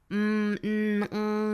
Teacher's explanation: 所有鼻音类的，我们在发嗯嗯嗯的时候声带都是震动的啊 · Term: 浊辅音